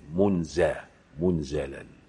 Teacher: قرأوها أنزلني منزلا بضم الميم وفتح الزاي